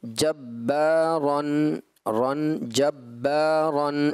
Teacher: چونکہ تنوین ہے غیر کلکلہ ہے لہٰذا اس میں کلکلہ نہیں ہوگا، تنوین نون ساکن ہوتا ہے.